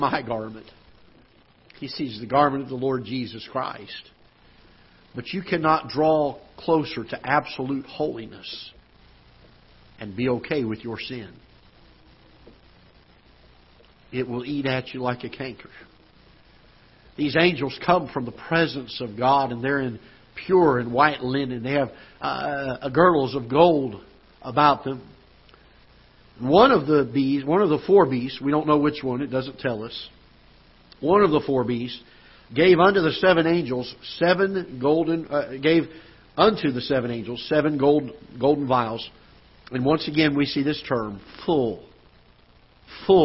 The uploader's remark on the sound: Ketha Heights Baptist Church ~ Live Broadcast